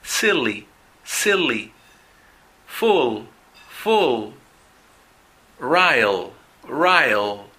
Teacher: Pero hay una pequeña diferencia en inglés, que cuando el sonido de la L esté al comienzo de la palabra, ese sonido va a ser un poco más suave. Cuando la L esté al medio y al final, va a ser un poco más largo.